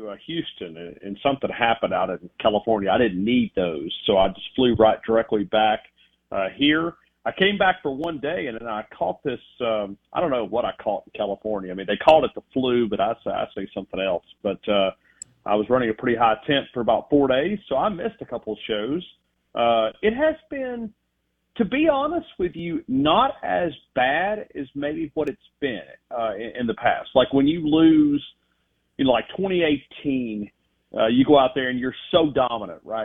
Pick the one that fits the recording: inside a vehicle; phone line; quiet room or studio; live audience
phone line